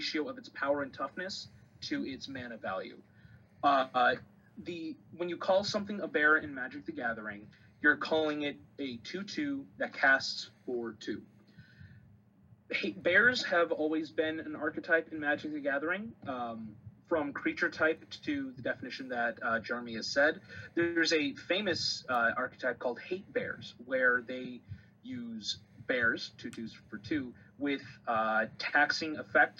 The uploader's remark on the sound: Also, this was recorded a slightly different way, so the audio quality may be a bit different.